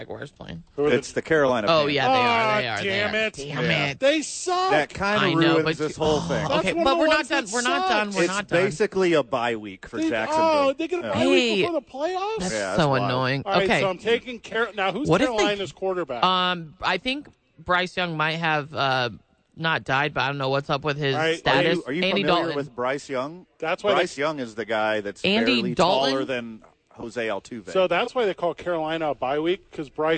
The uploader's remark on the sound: live from Sadies.